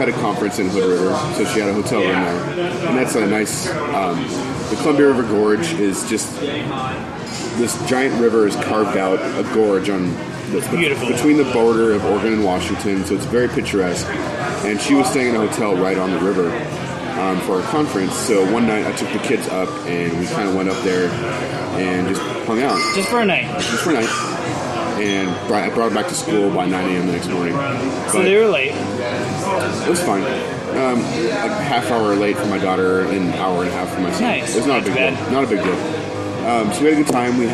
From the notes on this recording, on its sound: LIVE from Trap Door Brewing!